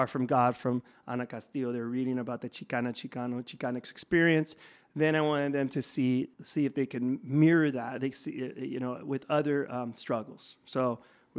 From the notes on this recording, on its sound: We spoke with him at the 2023 White Privilege Conference in Mesa, Arizona.